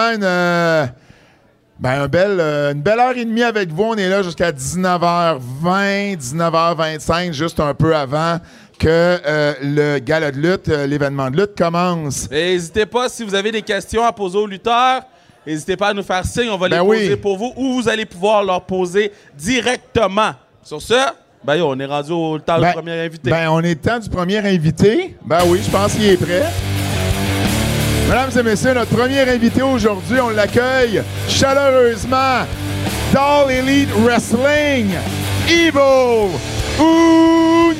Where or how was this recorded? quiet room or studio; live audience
live audience